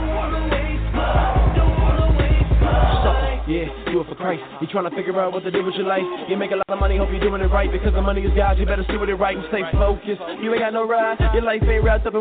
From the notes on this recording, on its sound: THIS OLDER SHOW HAD THE MOST FAMILY ON THE PHONE LINE WITH OVER 6 GUEST AND LOTS OF DIALOGUE.